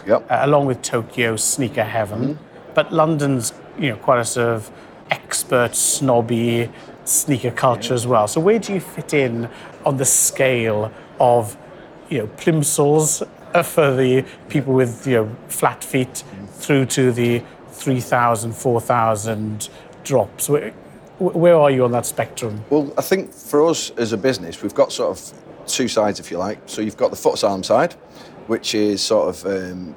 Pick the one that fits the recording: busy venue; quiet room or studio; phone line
busy venue